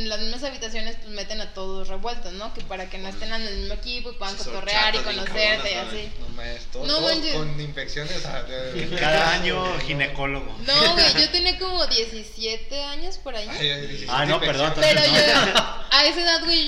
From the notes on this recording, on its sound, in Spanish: el audio se grabo con algunos errores